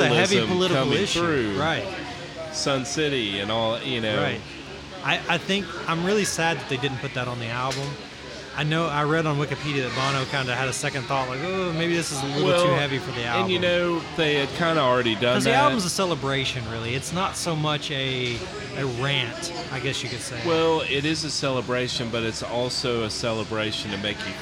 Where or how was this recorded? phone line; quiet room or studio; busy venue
busy venue